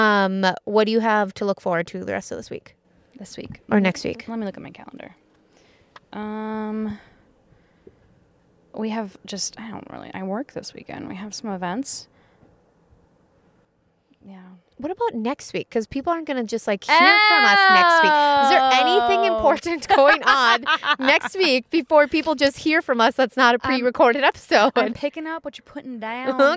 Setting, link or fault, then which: setting, outdoors